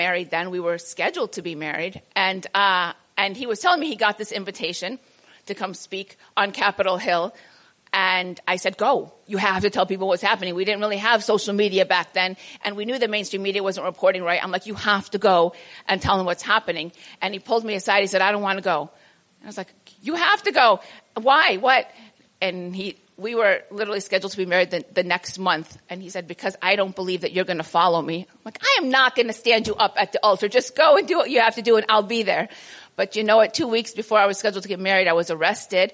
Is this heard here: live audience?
yes